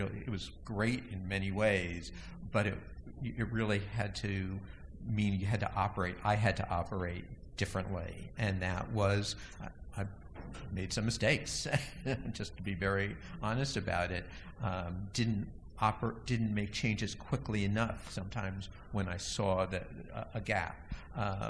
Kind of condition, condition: setting, busy venue